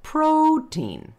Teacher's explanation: notice how long the O is. I didn't say protein, I said protein, O-U.